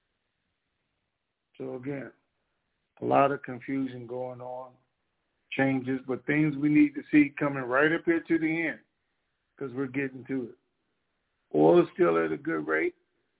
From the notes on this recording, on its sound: TNTSuperfantastic Conference Call.